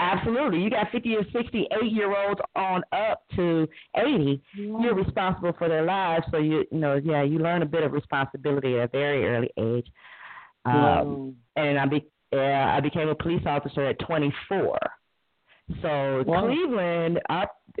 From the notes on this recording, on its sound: Welcome to the debut of our call-in show.